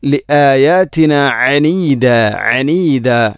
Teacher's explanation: ലിആയാത്തിന എന്നുള്ളത് ലിയായാത്തിന എന്ന് പറഞ്ഞാൽ ഹംസക്ക് പകരം യ ആണ് വരിക